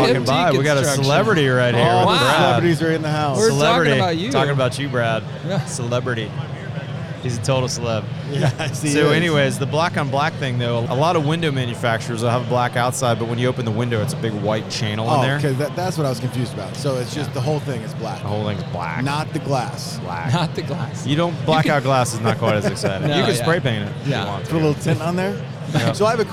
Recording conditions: busy venue